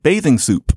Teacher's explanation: whenever she said bathing soup, for some reason, there would be this rather extensive release of the p's. Not bathing soup, it was bathing soup.